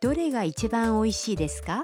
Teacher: Tambahkan desuka di akhir kalimat dengan menaikkan intonasinya agar menjadi sebuah pertanyaan.